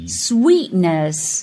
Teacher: 这里的 ee 是长元音 e,所以口腔有一个向左右拉伸